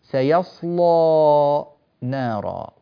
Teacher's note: فمع التغليظ، تغليظ اللام وتفخيمها، يأتي فتح الألف، ومع ترقيق اللام يأتي تقليل الألف.